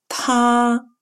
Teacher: «тх», который похож на русский «т», но произносится с придыханием.